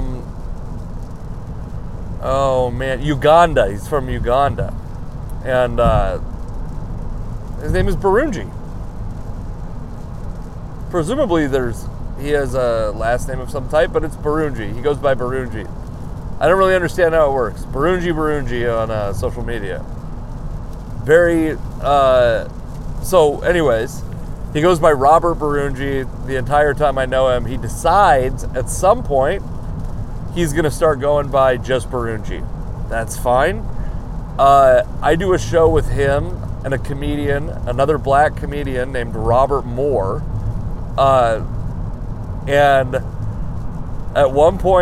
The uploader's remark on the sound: I recorded this podcast while driving to a gig that I thought was in Everett.